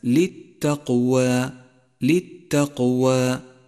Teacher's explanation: انتبه إلى ترقيق الألف من كلمة للتقوى للتقوى، لأنها سبقت بحرف مرقق وهو الواو، والألف كما تعلم تتبع ما قبلها في الترقيق والتفخيم، إن سبقها حرف مرقق رققت، وإن سبقها حرف مفخم فخمت.